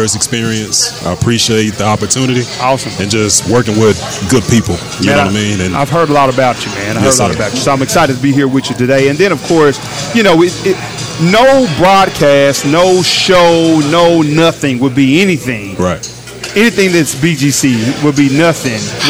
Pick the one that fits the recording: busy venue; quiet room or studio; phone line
busy venue